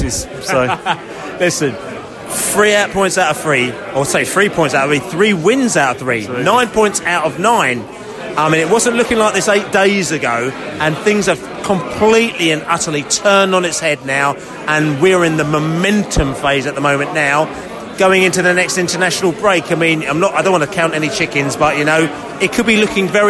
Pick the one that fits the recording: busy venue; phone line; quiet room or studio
busy venue